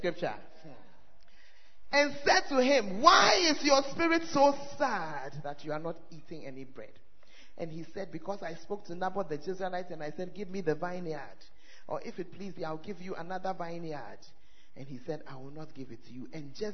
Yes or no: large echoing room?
yes